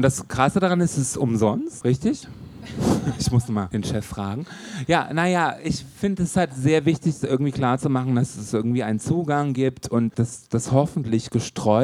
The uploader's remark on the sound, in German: Live aus der Pepsi Boston Bar im SchwuZ